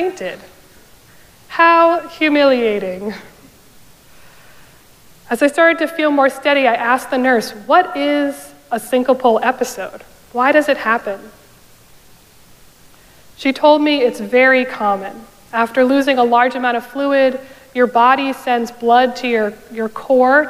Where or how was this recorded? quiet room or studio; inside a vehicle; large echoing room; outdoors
large echoing room